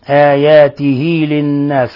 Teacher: كيف أننا أثبتنا ياء حالة الوصل آياته للناس، وهذه الياء تثبت لفظا لا رسما ووصلا لا وقفا. وهنا نون مشددة في لفظ للناس أيضا تغن مقدار حركتين.